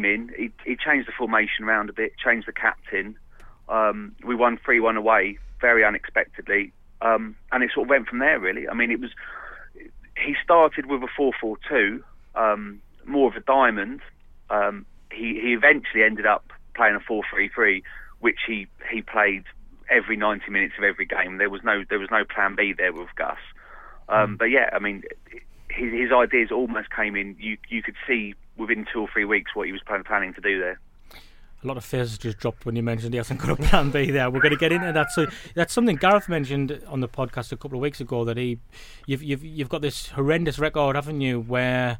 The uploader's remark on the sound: We get phone views from Brighton.